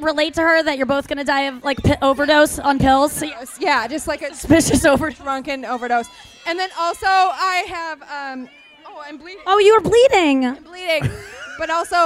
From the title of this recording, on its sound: Live From JUST FOR LAUGHS ESCAPES - CANCÚN!